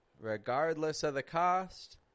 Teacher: We're linking those words together using only a schwa.